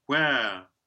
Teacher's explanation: it's just the unvoiced glide